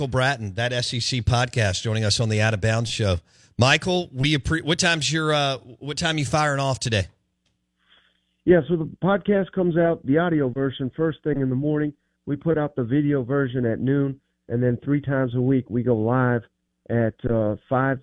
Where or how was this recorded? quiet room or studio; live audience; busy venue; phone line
phone line